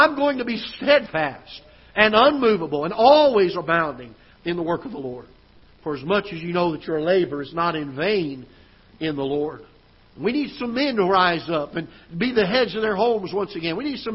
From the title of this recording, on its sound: Ketha Heights Baptist Church ~ Live Broadcast